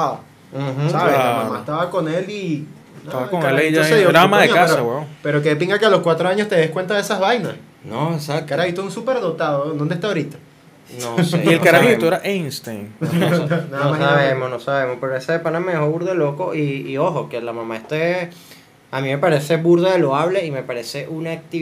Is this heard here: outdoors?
no